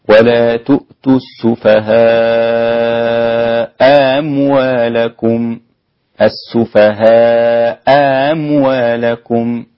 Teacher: بتسهيل الثانية فقط دون إبدال